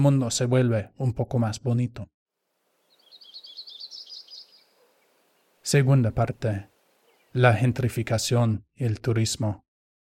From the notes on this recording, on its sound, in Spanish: una grabación del Parque Las Canteras, Oaxaca de Juárez